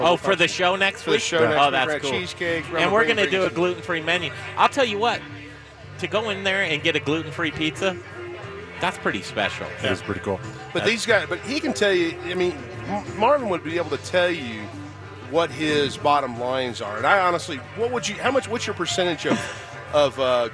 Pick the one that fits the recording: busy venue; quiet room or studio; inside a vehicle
busy venue